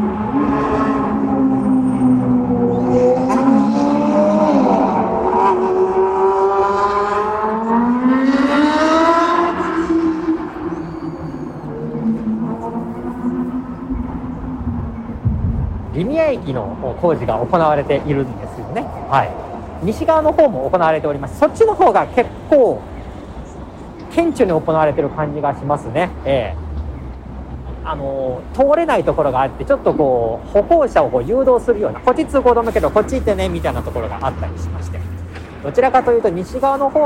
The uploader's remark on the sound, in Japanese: 現在の名古屋駅交差点。解体・撤去工事が始まっているモニュメント「飛翔」があった名古屋駅交差点にて収録しています。